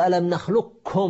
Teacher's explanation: نبدل القاف كافا فلا يظهر للقاف أي أثر، أي أثر لا يظهر للقاف أي أثر، تقول ألم نخلقكم ما تظهر قافا هنا. · Term: إدغام متقاربين